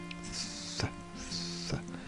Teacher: the very tip of your tongue touching your top teeth very softly, and then allow a little air out and pull your tongue back quickly.